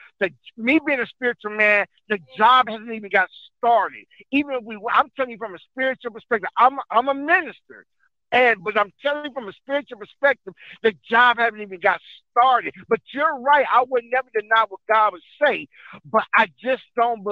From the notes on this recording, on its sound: CALLERS CALL